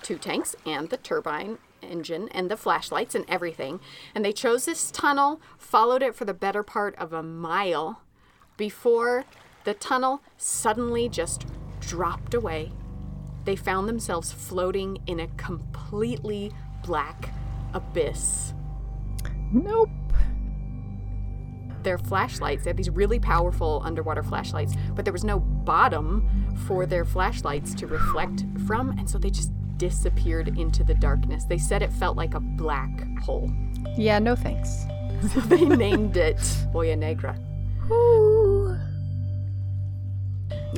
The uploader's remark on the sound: Come with us on location to Dos Palmas cenote in Mexico